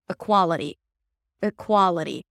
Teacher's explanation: when the relaxed I sound, as in sit, appears in a secondary stress position, meaning we hear an I sound, but it's not the primary stress, we often drop it to a schwa, or we can drop it to a schwa. · IPA: əˈkwɑləɾi